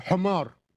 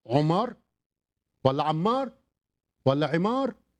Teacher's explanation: الحاء تنطق عين والعين تنطق حاء · Shown in: second take